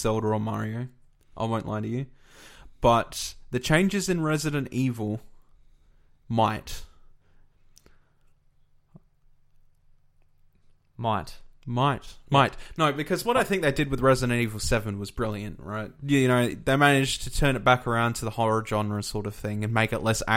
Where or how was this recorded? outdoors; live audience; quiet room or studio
quiet room or studio